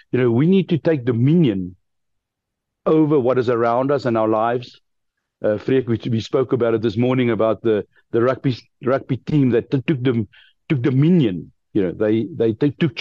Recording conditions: video call